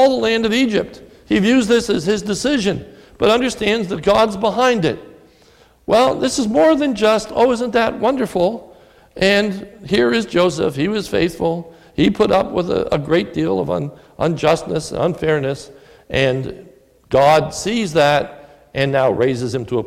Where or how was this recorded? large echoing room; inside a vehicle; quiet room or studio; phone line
large echoing room